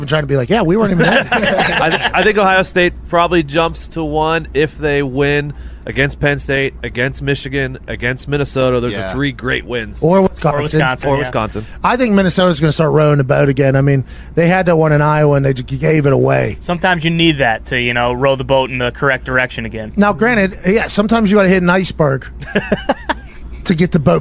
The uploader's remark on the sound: record from the back of the box truck in beautiful Atlanta, Georgia